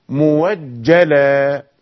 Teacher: إذا فتحت الهمزة بعد الضم مثل مؤجلا فإن ورشا يبدل هذه الهمزة واوا